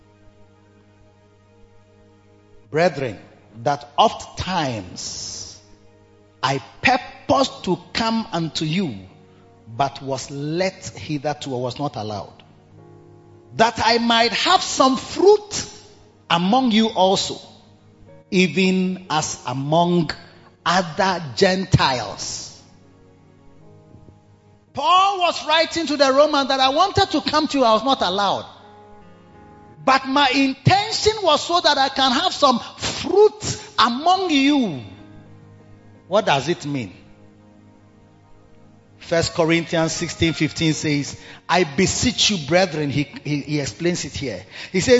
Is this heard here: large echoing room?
yes